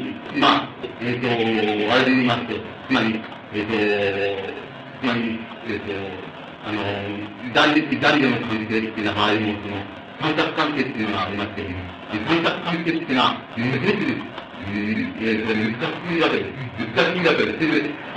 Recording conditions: background noise